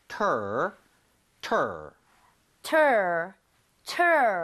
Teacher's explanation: tur 이때는 혀가 뒤쪽으로 당겨져야 됩니다. · Term: R 사운드